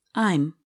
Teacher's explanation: In this contraction, the a sound in am is harder to hear. This happens because the speaker uses less force to say the vowel sound. · Term: weak forms